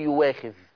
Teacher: على طول الهمزة دي اللي فوق الواو تتشال وتتنطق واو مفتوحة. في أسهل من كده؟ · Term: الإبدال بواو مفتوحة